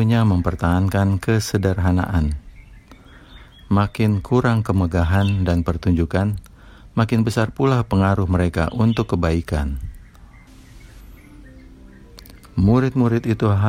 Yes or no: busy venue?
no